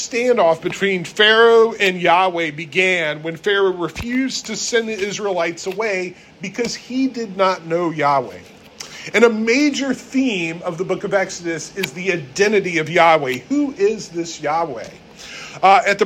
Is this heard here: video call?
no